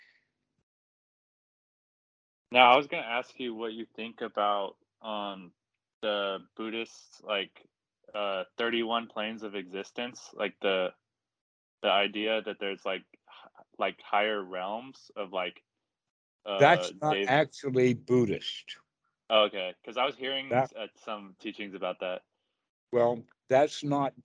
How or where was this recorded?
video call